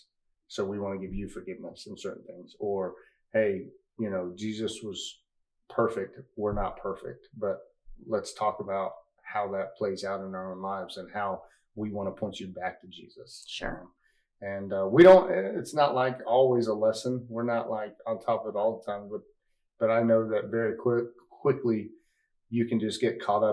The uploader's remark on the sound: Please excuse our mic issues this episode.